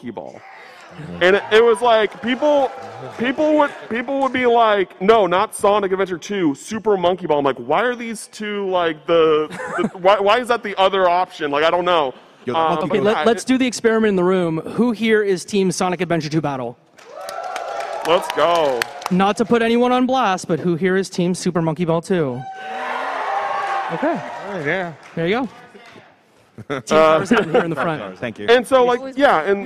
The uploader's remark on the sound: Live from PAX East 2023. With help from the PAX East audience. Recorded live at PAX East 2023 on Friday, March 24th at the Boston Convention and Exhibition Centre. There’s one section that relies on visual aids.